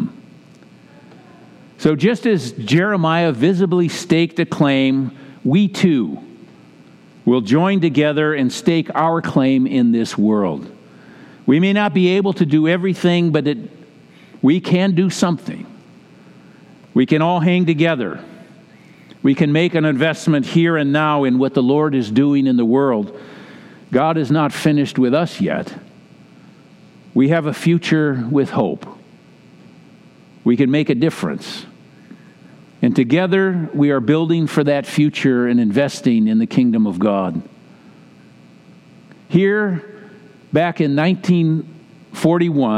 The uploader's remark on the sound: Message delivered during the Classic Service.